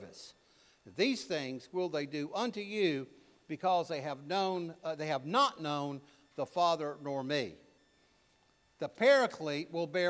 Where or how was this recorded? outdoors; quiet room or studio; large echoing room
large echoing room